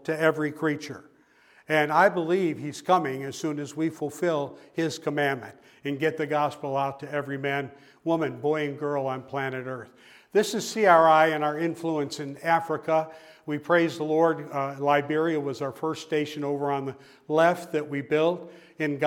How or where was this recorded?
large echoing room